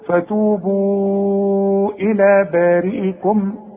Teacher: فتوبوا إذا وصلت أمد أربع حركات علشان بعده همس